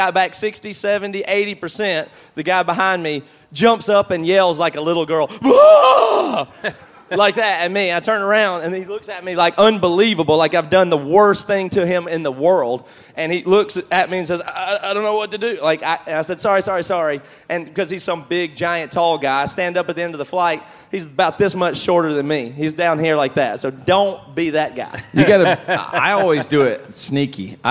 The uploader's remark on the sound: Live at AudioFeed Festival